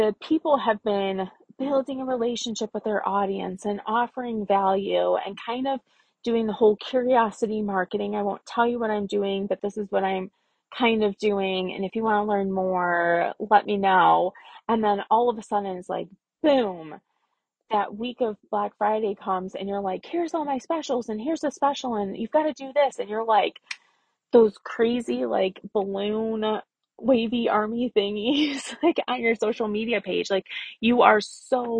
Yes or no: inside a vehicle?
yes